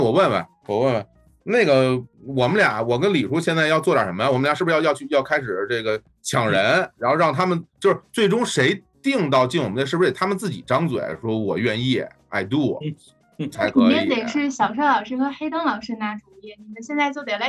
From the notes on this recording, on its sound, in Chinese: 我们将周六的直播做成了音频版。由于是会议录制，本期节目音质一般。